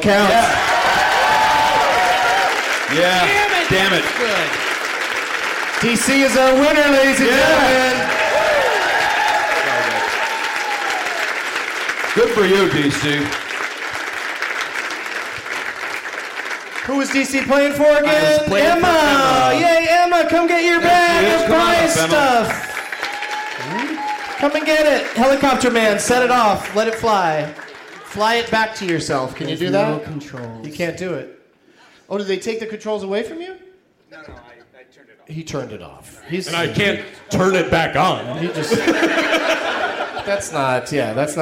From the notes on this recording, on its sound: Recording live at L.A. Podfest in Santa Monica.